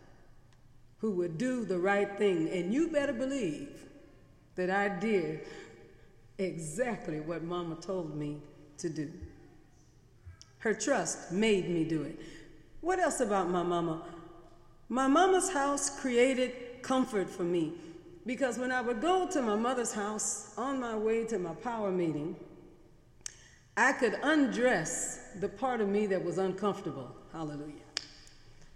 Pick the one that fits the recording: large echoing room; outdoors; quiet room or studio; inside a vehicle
large echoing room